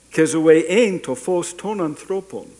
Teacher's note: The second zoe is you keep the low tone in there because it's now topicalization, it's not focus